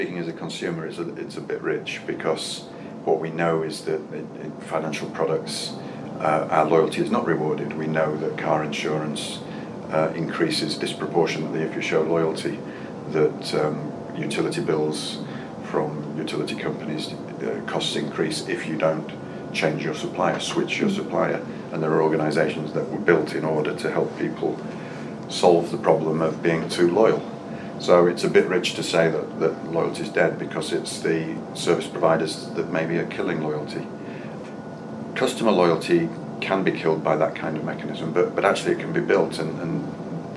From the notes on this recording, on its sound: At the RBR Branch Transformation conference in London